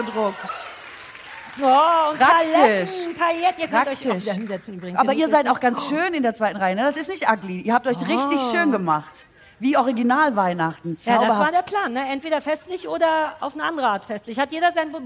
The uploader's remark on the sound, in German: Live und nachträglich live für die Ohren. Unser sensationelles Vorort-Publikum hatte schon Unnützes gestapelt, soweit die Bühne reichte. Blockflötensolo Weihnachtsedition mit Publikumschor war auch sehr groß!